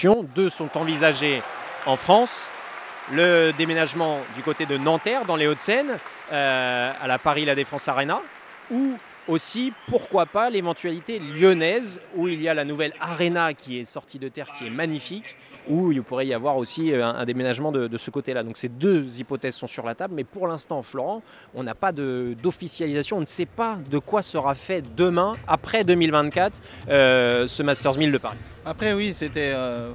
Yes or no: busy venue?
yes